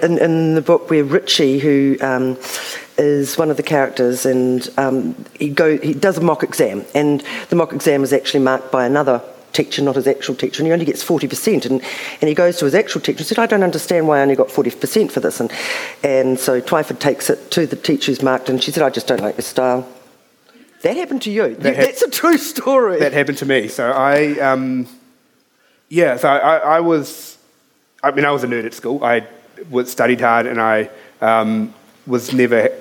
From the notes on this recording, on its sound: Speaking at the 2021 Marlborough Book Festival.